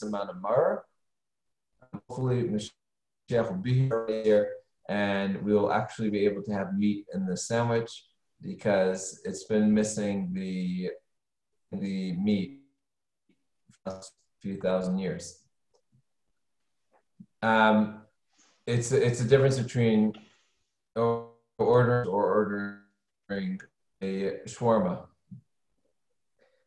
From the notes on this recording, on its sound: Zoom Class